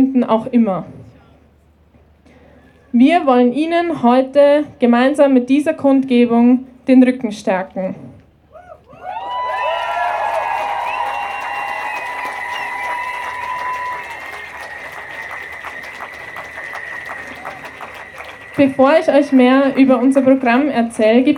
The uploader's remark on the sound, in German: Kundgebung vor …-Konzert in Wien. Rund 1200–1800 Personen demonstrieren in Wien vor dem …-Konzert gegen sexualisierte Gewalt. Unbearbeitete Aufnahme der Reden auf der Kundgebung (aus urheberrechtlichen Gründen ohne Musikbeiträge).